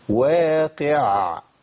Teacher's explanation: وفي ناس بتبالغ في العين قوي، وبالذات العين الساكنة الموقوف عليها، واقع لا دي مشكلة، صوت وحشة.